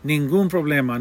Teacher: we've got a word ending in N, but it's stressed on the last syllable, so it breaks the rule.